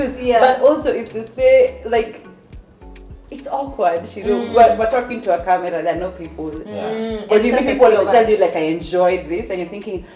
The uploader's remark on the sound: I would like to also apologize for the microphone movements and the inconvenience caused